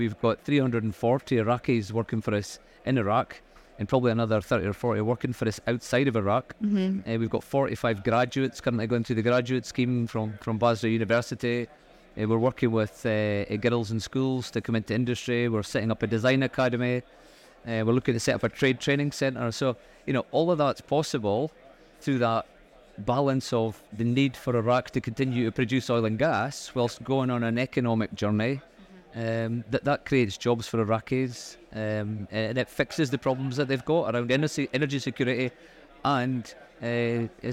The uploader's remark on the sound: Recorded live at ADIPEC 2023